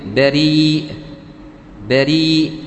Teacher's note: مد بالياء وبعد المد همزة · Term: المد المتصل